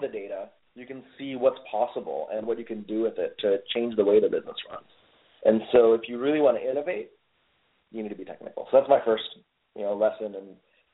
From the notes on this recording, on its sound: Open Microphone – National Call-In of BDPA Members (3-minute interviews)